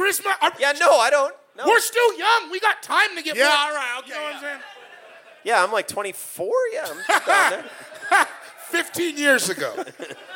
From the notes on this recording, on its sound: Live at High Plains Comedy Festival in Denver. Live at High Plains Comedy Festival in Denver.